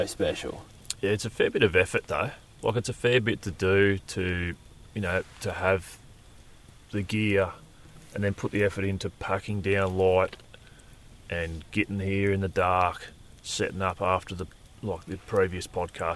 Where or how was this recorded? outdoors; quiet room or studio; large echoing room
outdoors